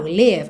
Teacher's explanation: live é curtinho, é mais vertical